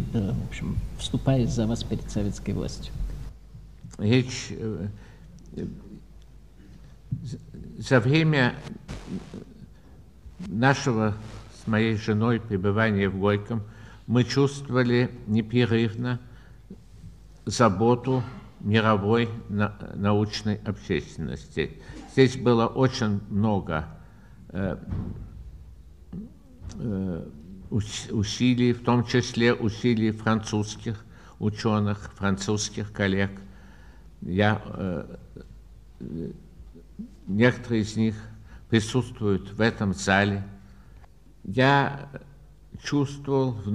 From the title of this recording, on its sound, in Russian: Лионская лекция. Ответы на вопросы.